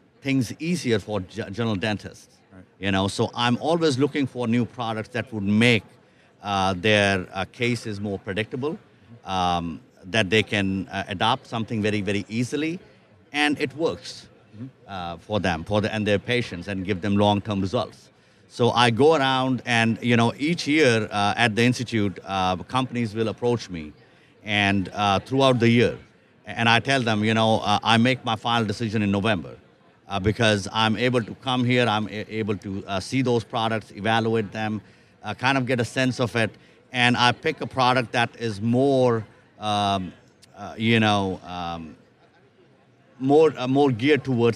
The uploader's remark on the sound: live from the Darby booth at the GNYDM 2019